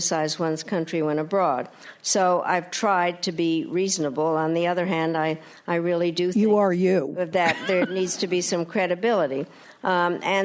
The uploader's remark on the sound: RJ Julia recently hosted the former Secretary of State to a sold-out crowd at the Yale School of Management.